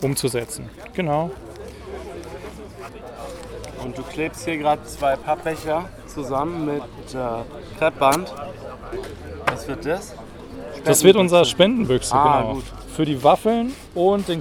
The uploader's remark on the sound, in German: auf dem Notstrom Festival beim EWerk Freiburg